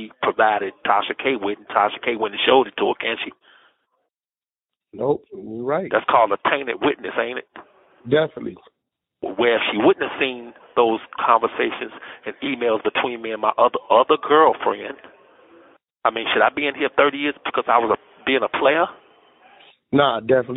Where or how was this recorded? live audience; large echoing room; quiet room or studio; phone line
phone line